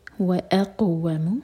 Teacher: قاف پر قلقلہ اور اس کے بعد واو پر زور